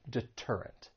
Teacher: Now, the T in deterrent, it also comes between two vowels, but we are not going to say this with a flap T, and this is because the T comes at the beginning of a stressed syllable. So when the T comes at the beginning of a stressed syllable, then you're going to say it as a true T and not a flap T